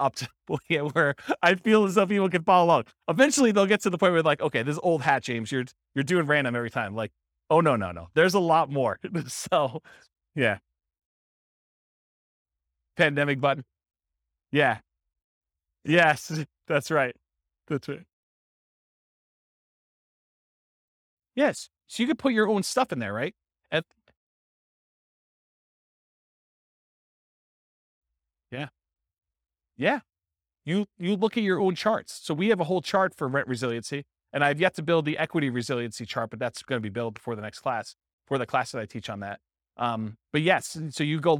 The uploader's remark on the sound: This was a live class recorded